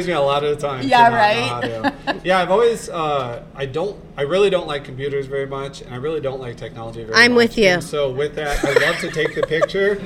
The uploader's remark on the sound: Live* from the Historic Greenbrier Inn in downtown Coeur d' Alene. Pre-recorded with a live studio audience, sound is a little off.